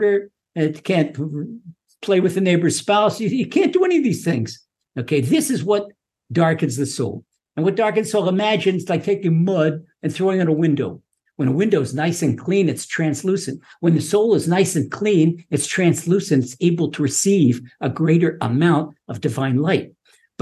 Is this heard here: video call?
yes